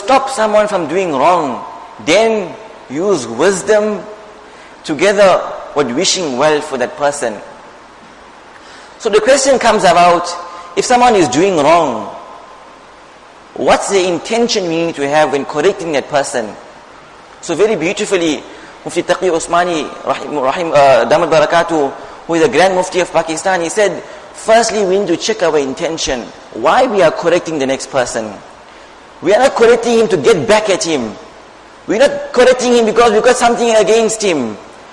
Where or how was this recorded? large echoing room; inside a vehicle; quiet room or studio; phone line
large echoing room